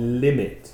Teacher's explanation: limit, the stress is on li, the first syllable.